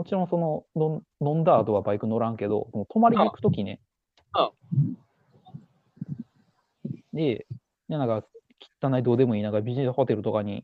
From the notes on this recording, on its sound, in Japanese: 野外収録のため、一部音声に聞き取りにくい部分がございますがご了承ください。